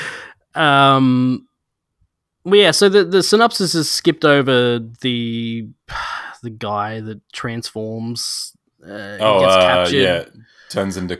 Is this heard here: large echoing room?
no